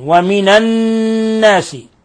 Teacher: حرف غنة مشدد تغن مقدار حركتين، ومن الناس، لاحظ كيف الغنة، ولاحظ انطباق طرف اللسان على أصول الثنايا العليا مع وجود غنة من الخشوم